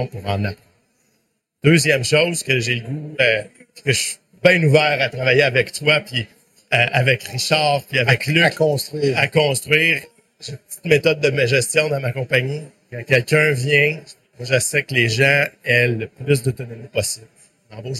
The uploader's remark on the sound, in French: En direct du Hardtech à Montréal